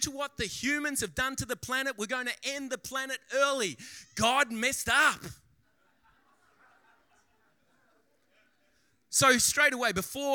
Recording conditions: large echoing room